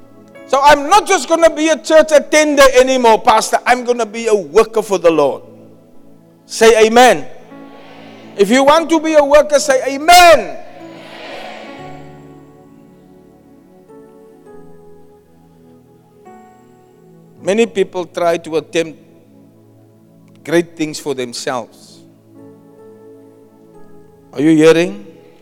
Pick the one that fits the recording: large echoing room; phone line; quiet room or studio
large echoing room